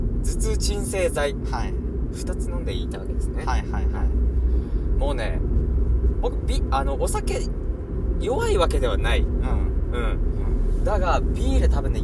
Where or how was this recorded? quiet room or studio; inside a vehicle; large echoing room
inside a vehicle